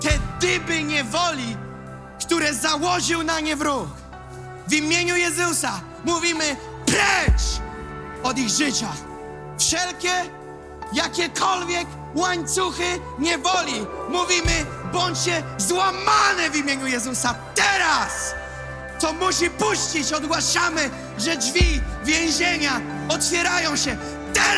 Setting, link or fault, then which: setting, large echoing room